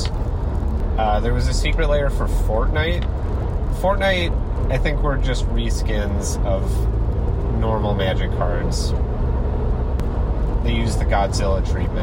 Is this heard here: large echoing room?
no